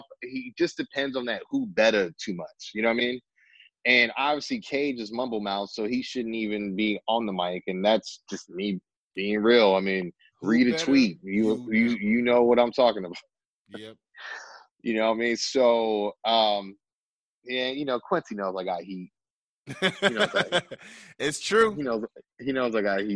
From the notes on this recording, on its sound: via Zoom